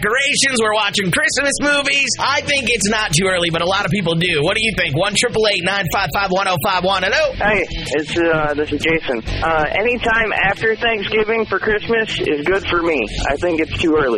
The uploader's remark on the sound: I opened up the phone lines